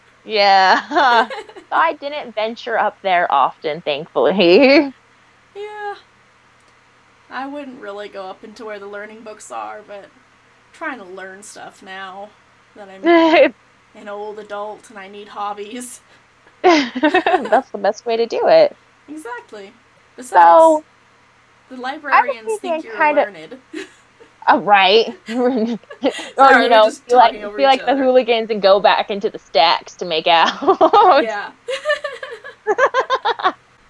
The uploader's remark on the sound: I apologize about the audio quality in this episode.